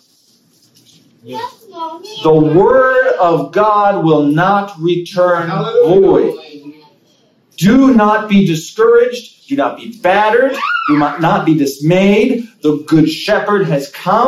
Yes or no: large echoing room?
yes